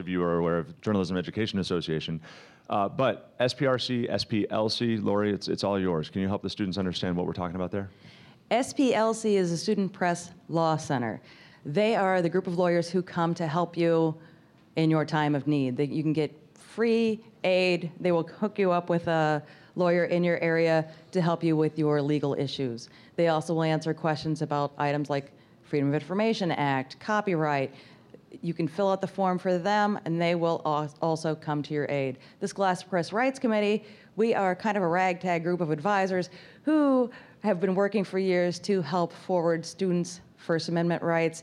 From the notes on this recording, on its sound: Recorded live at the National High School Journalism Convention in Chicago. Thank you to the 200+ students, advisers and yearbook professionals who joined us in the live audience!